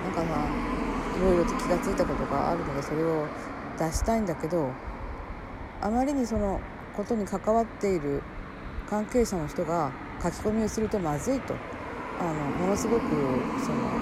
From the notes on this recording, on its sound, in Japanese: From Radiotalk。歩きながら屋外収録、音悪くてスミマセン。